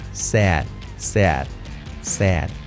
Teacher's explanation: Fijaos la A, es un poco ea, ea.